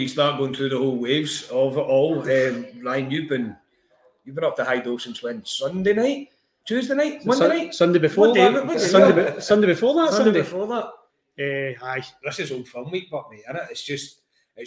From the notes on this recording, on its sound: RECORDED AT THE VICEROY BAR.